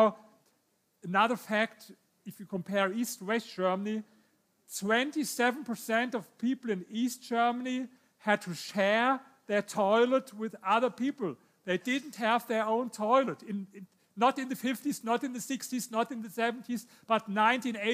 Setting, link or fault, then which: setting, live audience